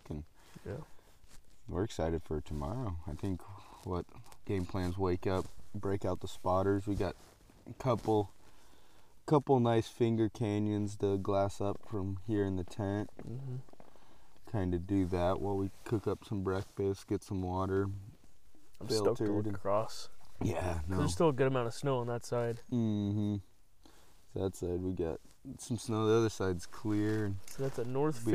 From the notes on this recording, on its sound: LIVE From the Backcountry Black Bear opening weekend. Live action in the field with plenty of ups and downs.